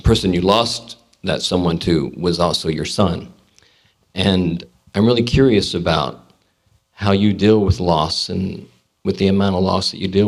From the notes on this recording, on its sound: Recorded live at Calvary Episcopal Church, Memphis, each Wednesday evening.